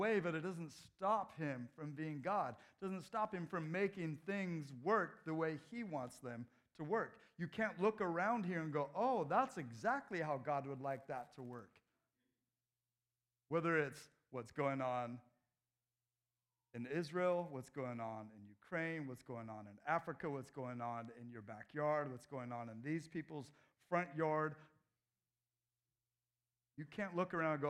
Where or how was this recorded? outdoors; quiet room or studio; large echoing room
large echoing room